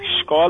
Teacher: Essa pronúncia do, do S depois de uma vogal, por exemplo. É, em alguns lugares você tem ele chiado